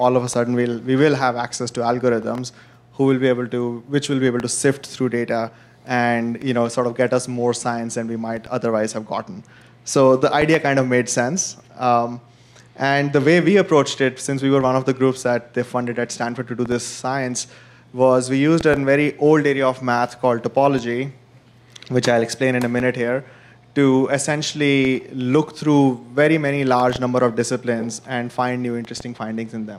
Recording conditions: busy venue